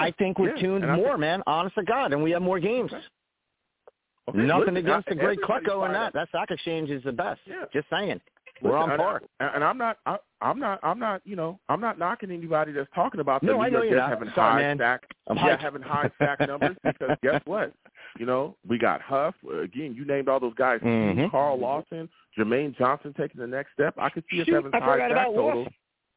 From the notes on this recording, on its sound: Tonight, live at 7pm eastern. I take live calls!